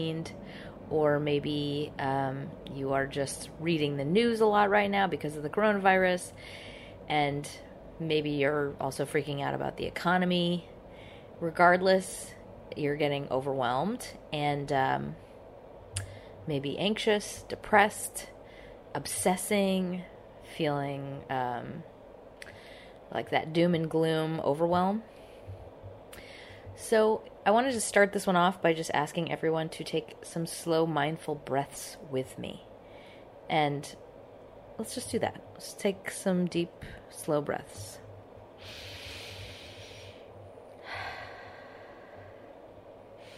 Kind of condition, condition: fault, background noise